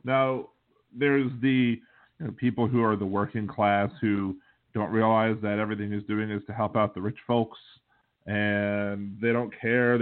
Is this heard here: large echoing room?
no